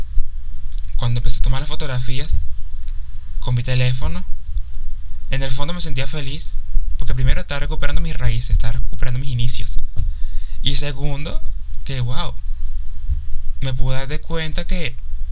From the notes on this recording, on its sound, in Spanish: Me disculpo por los resultados de audio, grabé en muchas ocasiones, estuve nervioso por los resultados y ruidos en el exterior.